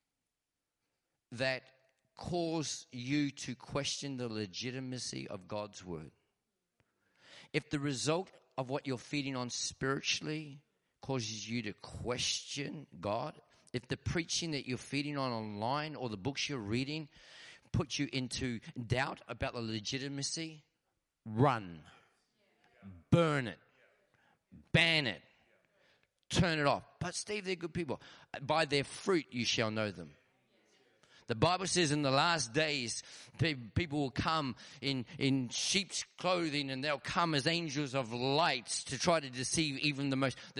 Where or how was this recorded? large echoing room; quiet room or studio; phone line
large echoing room